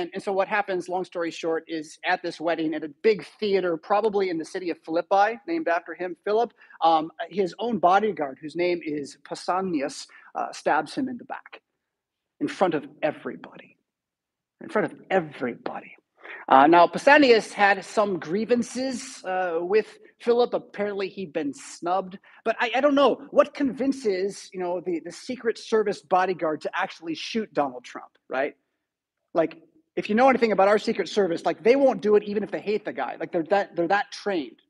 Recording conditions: large echoing room